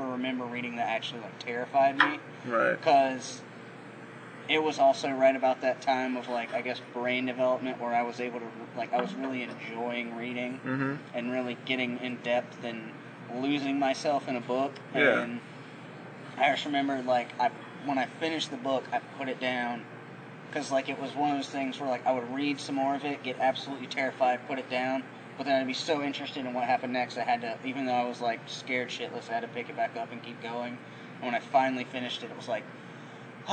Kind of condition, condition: fault, poor sound quality